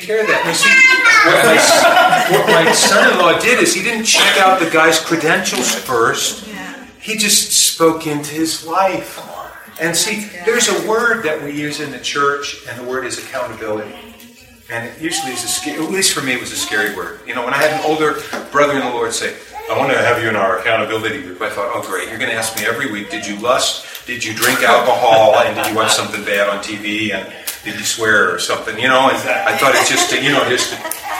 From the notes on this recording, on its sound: Please forgive the background noise.